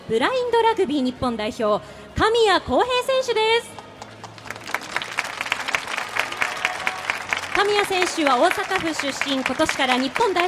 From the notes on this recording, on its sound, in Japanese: 東京・丸の内のマルキューブ 番組公開収録。